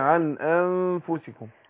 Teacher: إخفاء يعني بخفي النون عند الفاء